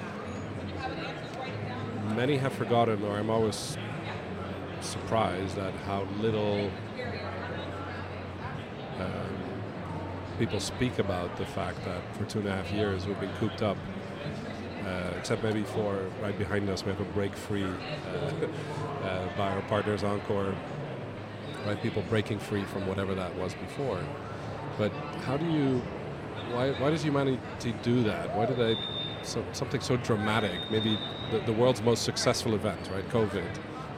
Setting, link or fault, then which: setting, busy venue